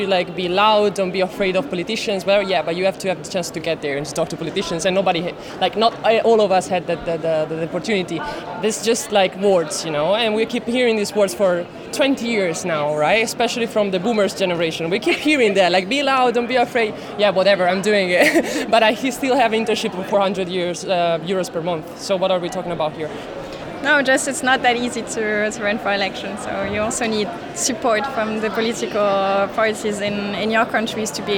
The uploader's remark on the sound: We took over the European Parliament (kind of) along with more than 1,000 young activists from across the continent. In a conversation recorded live on stage inside the Hemicycle.